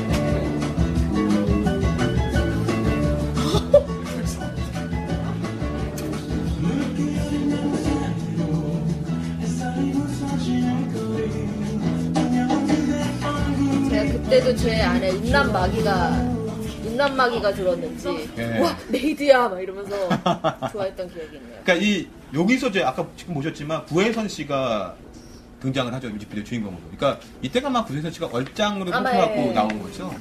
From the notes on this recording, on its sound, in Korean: 공개방송.